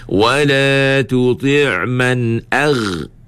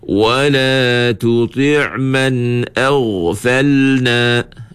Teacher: ghainkan huruf isti'la. Huruf isti'la ni kena tebal. Jadi nak tebal macam mana? Angkatlah pangkal lidah kita tu. · Shown in: second take